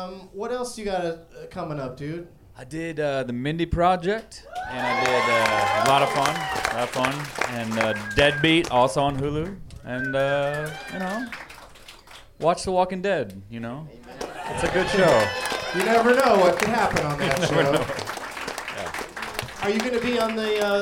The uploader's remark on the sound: Live from the Punchline in Atlanta